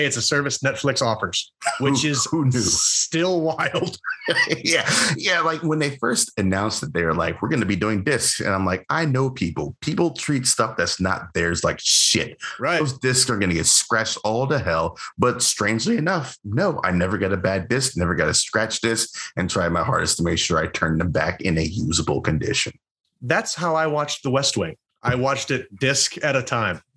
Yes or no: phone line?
no